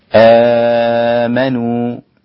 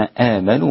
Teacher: يا أيها الذين آمنوا، كلمة آمنوا فيها مد، همزة وحرف المد، لكن هذا المد يسمى مد البدل، كانت هذه ألفا وأبدلت همزة فأصبح يسمى مد البدل. مد البدل عند كل القراء حركتين لا يزيد، سوى راوي واحد عن القراء وهو ورش عن نافع · Shown in: first take